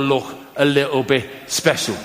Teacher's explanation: That's a feature of Scouse English, that kh for K sounds, especially at the end of words.